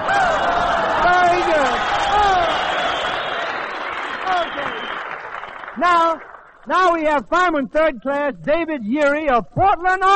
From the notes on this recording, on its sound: At the Maritime Service on Catalina Island, CA. Always fun to listen to with a terrific orchestra, vocalists, some comedy, and "game show" with members of the armed forces audience.